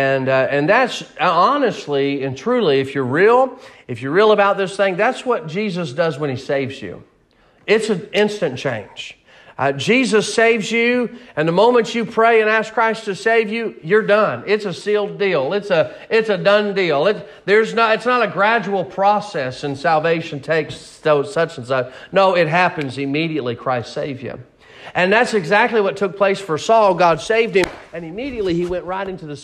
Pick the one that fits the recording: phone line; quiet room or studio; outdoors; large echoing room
large echoing room